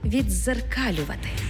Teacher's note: У слові «віддзеркалювати» «д» переходить у подовжений звук «з».